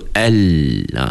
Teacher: Suara yang keluar tu dia ke tepi-tepi lidah sana. Dia bukan depan-depan. Itu sebab depan kita dah tertutup lidah kita tu. · Term: Tersekat separuh